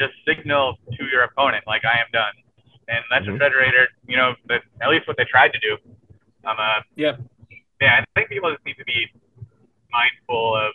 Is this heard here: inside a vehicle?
yes